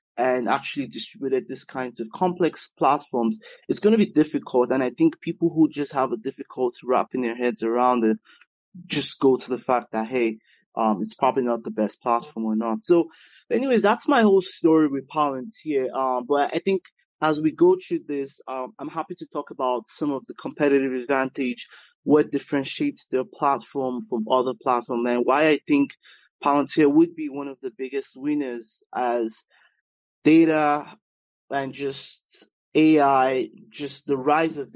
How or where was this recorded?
video call